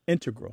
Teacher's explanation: integral with the stress on the first syllable